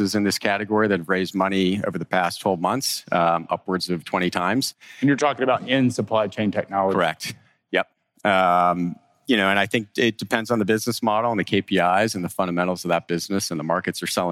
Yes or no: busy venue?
yes